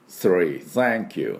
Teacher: 歯と歯の間に舌を挟んでこの微妙な高周波、これねネイティブにはしっかり聞こえるんです。